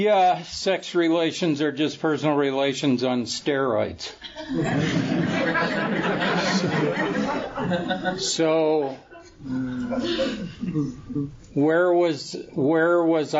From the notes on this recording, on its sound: Tells his story at the Fellowship of the Spirit Conference held in Utah in 2011.